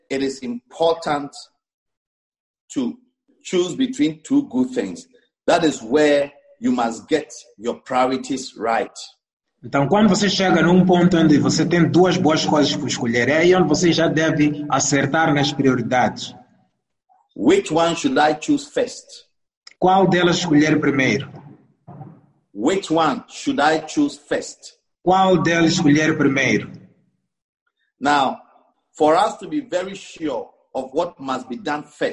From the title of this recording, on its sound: ZOOM CAMPUS SERVICE